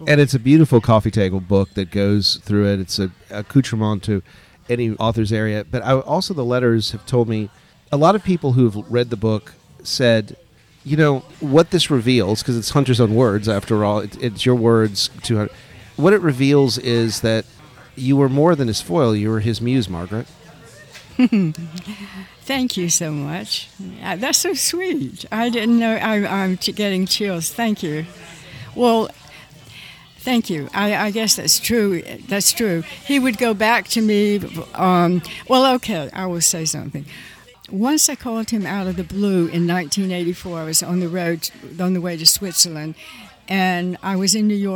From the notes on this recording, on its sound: FROM GONZOFEST. Live interview from Louisville.